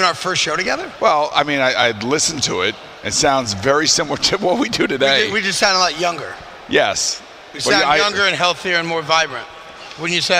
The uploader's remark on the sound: a special show live from Grand Central Terminal